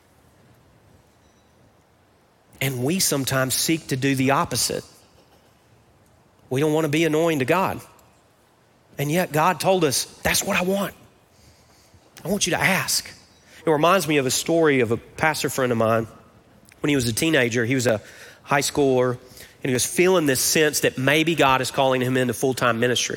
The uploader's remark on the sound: Recorded live at Brookwood Church on 08.06.23.